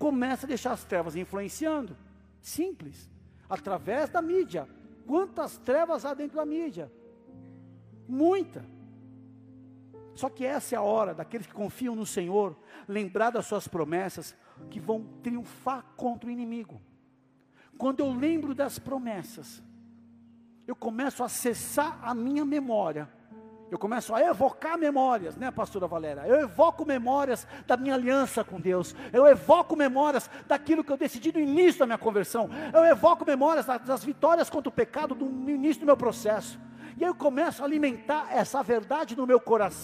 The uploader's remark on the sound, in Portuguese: Áudio extraído do culto do dia 09 de Julho de 2023.